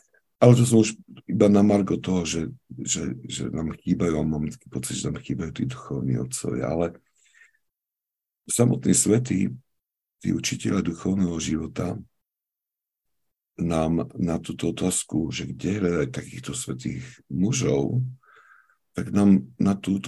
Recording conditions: video call